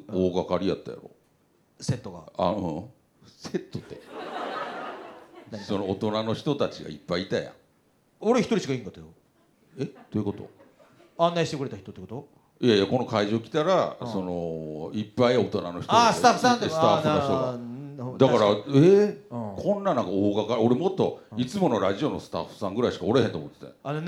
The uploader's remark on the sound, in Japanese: 渋谷で開催のイベント会場から生放送後、まだ会場の撤収時間まで少しあったので、急遽お客さんの前でポッドキャストを収録しました！ジャズバーという場所ならではの。